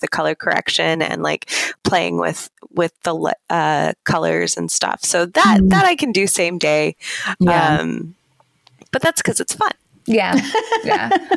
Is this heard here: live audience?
no